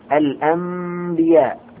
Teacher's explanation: النون الساكنة هنا في الأنبياء أتى بعد حرف الباء، هنا نقلب النون ميما، فلذا سمي قلبا، قلب، قلبنا حرف النون إلى ميم.